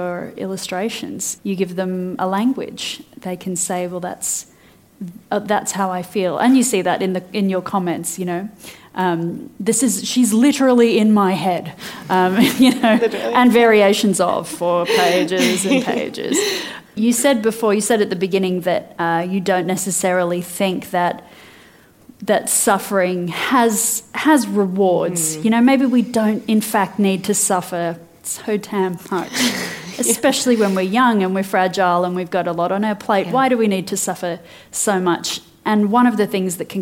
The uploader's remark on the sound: recorded live for our sister company, The School of Life